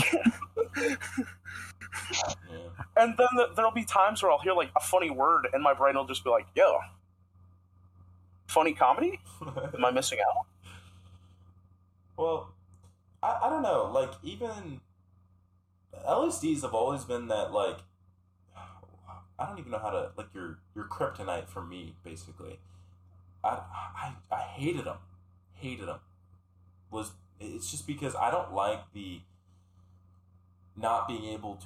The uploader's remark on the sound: I hope you enjoy the terrible audio quality at its best